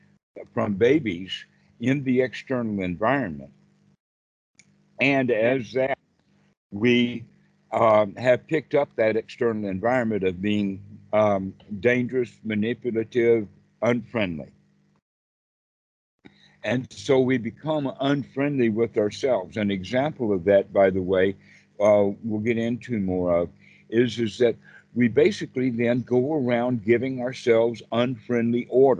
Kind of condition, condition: link, video call